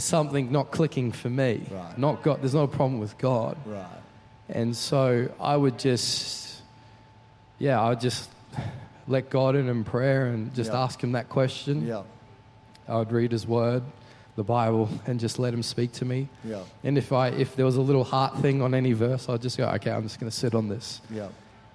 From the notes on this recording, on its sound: Recorded during our 5pm service on Sunday, the 3rd of September 2023.